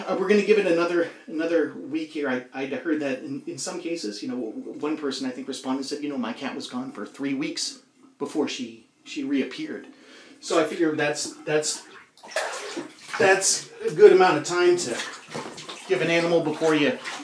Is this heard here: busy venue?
no